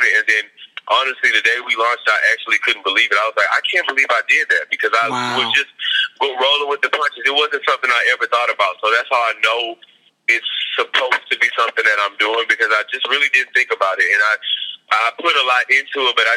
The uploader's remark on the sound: speaking over the phone